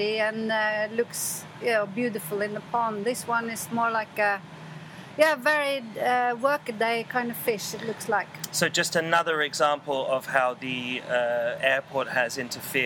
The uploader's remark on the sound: live from La Pizzeria